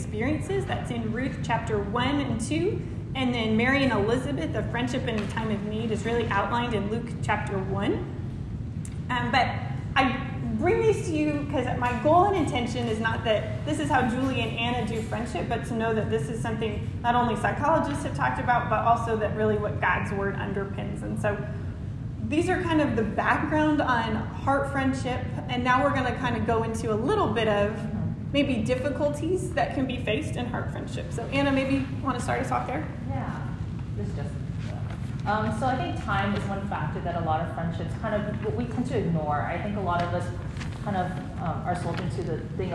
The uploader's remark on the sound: Women's Event 2024 • Workshop: Heart Friendships. Recorded at Union Church.